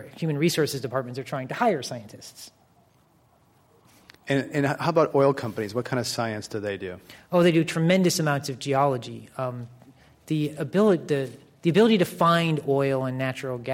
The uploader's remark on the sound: This program was recorded in front of a live audience in San Francisco at The Commonwealth Club on June 11, 2010